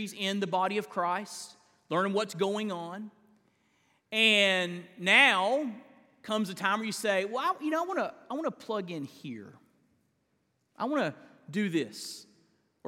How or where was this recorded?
large echoing room